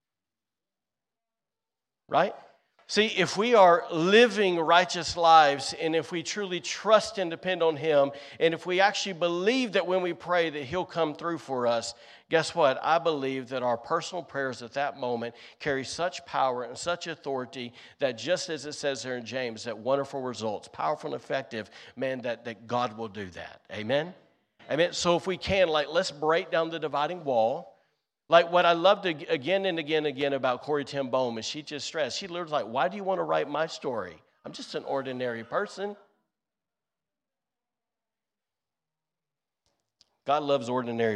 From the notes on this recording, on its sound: recorded on Sunday, March 26th, 2023, during service at The Anchor Church in Rockport, Maine